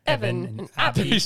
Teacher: the Cockney habits of dropping the H in words like heaven and happy